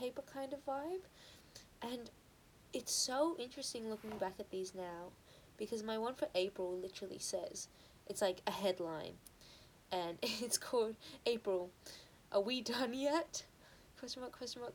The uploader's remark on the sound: Excuse the sound quality.